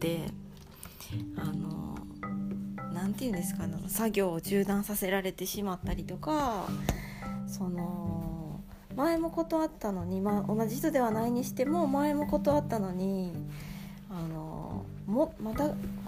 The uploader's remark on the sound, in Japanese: 洗濯物を片付けながらの録音でした。